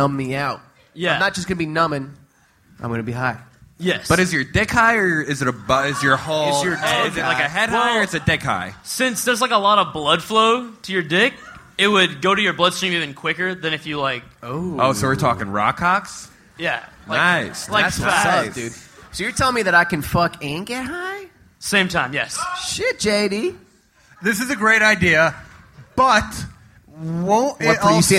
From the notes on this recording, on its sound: Live at SXSW. Live from Austin, Texas.